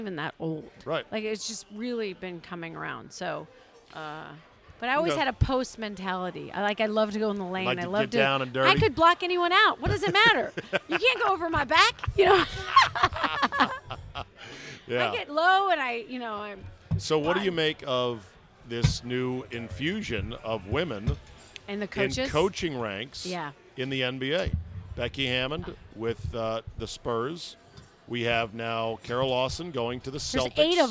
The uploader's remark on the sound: Recorded at DC Prime Steakhouse in Ashburn, VA.